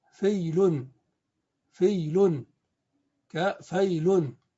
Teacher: وأما سكون حرف العلة فليس كذلك، ولو أننا وضعنا عليه سكونا لطلبنا أن تنطق الياء حينئذ في فيل كالياء في فيل، فإذا نطقنا السكون هنا سكونا صحيحا لكنا نقول فيل فيل كفيل، فلا تكون الياء مدية بل تنقلب إلى حرف لين